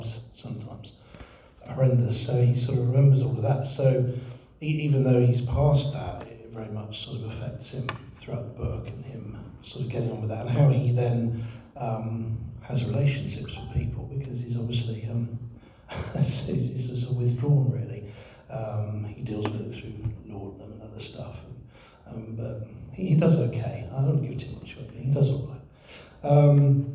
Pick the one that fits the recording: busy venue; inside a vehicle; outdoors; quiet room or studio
busy venue